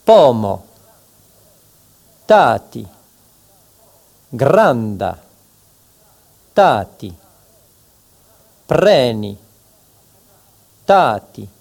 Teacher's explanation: chaque mot porte un accent tonique sur l'avant-dernière syllabe